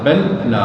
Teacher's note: والمثال الثاني بل لا يخافون الآخرة، بل لا، هذا إدغام المتماثلين، لام ساكنة وبعدها لام متحركة أدغمت فصارت حرفا واحدا مشددا